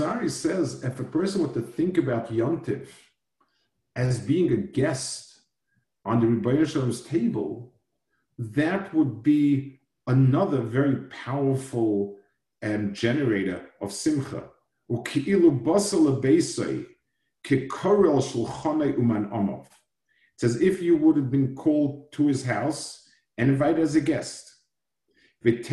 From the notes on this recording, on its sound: Delivered over Zoom to Asicha.